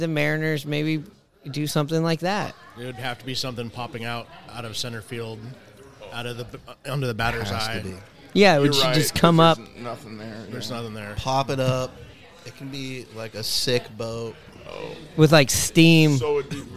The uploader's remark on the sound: Live from the Boxcar Ale House! Record for the first time in person along with guests from the Boxcar Ale House in Seattle, WA.